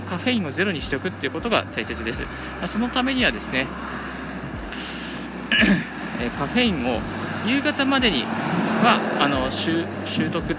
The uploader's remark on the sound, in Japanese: 歩きながらラジオ配信